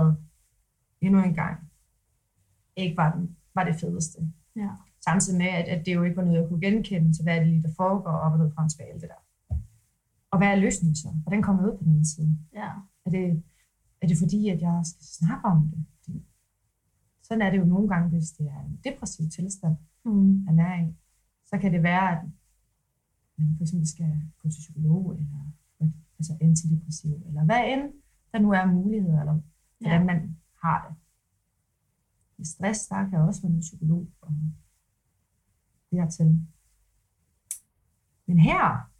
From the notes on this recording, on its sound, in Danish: Undskyld for den ringe lydkvalitet og de svingende niveauer af jingles, vi arbejder på sagen og er ved at samle komponenterne til et ordentligt studie setup.